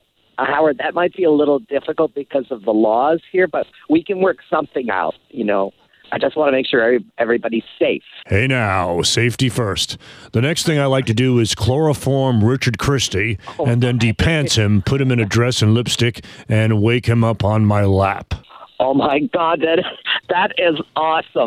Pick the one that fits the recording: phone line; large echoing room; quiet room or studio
phone line